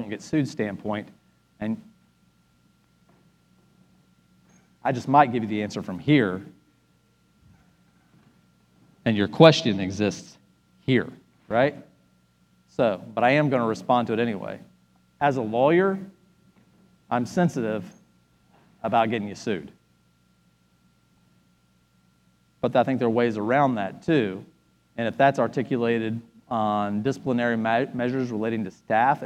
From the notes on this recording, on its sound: Spoke at our REFRESH conference in Nassau, Bahamas. This podcast is his teaching session from Day 02.